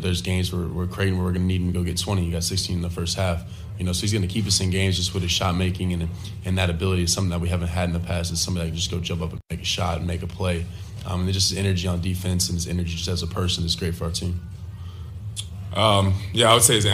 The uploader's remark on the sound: press conference audio, all from Chicago, IL